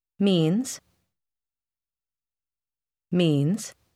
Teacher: Вы обратили внимание на приглушенный звук z на конце слова means?